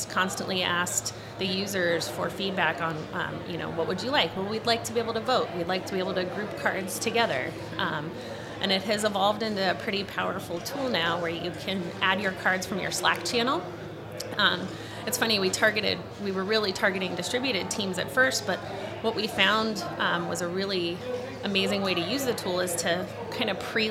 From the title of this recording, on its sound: Live From Agile Midwest